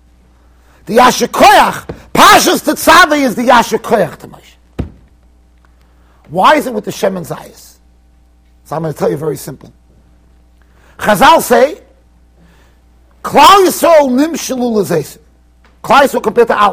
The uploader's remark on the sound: Shiur recorded in Yeshivas Ohr Reuven, Monsey NY.